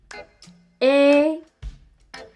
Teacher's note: La boca se abre menos que la A y se extiende hacia los lados.